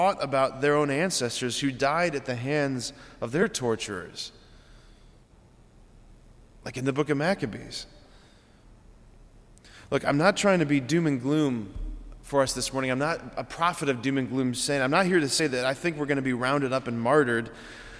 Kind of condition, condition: setting, large echoing room